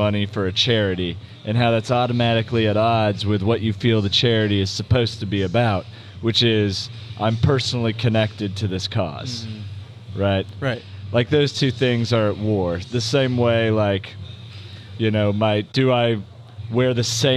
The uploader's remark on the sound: Live From Row24 At CrossFit Sua Sponte